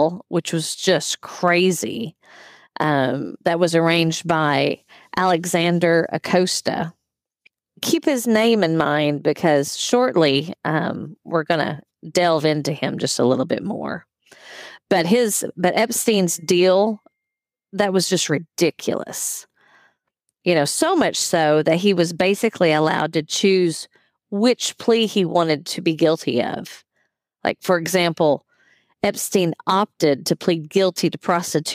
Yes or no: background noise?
no